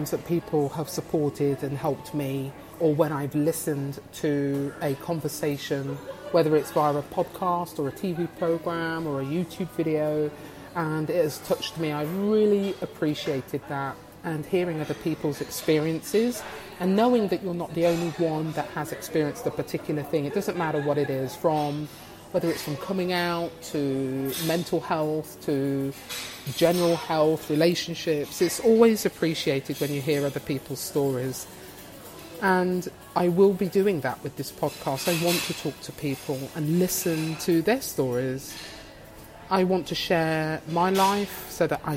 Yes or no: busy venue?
yes